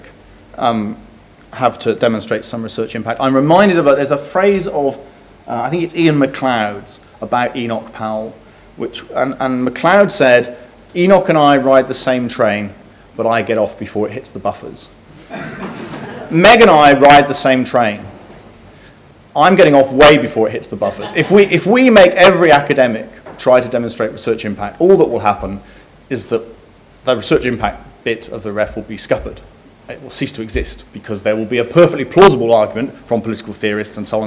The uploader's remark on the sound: which took place Tuesday 3 March 2015 in the Gustave Tuck Lecture Theatre at UCL